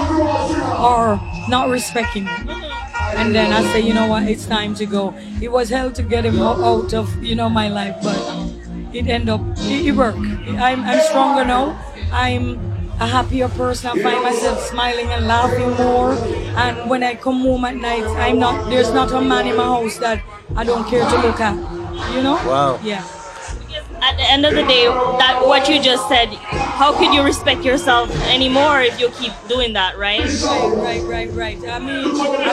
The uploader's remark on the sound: This was taken from the August 2015 live broadcast from the Montreal International Reggae Festival.